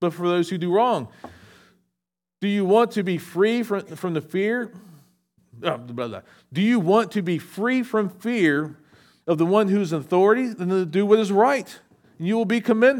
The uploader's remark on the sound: SVBC Morning Service. Recorded at Shenandoah Valley Baptist Church on Oct 01, 2023.